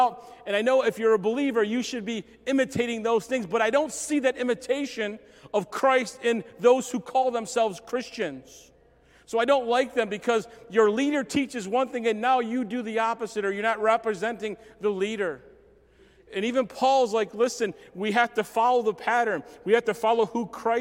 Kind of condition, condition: setting, large echoing room